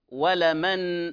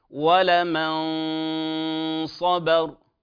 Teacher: لاحظوا النون ذهب جسدها أو تصويتها وبقيت الغنة · Shown in: second take · وريثما تنتهي الغنة أبدأ في الحرف الذي يلي الغنة، ولمن صبر. · Term: الإخفاء